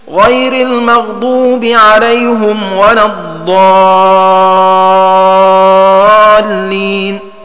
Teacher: قرأ حمزة هذه الكلمات عليهم إليهم لديهم بضم الهاء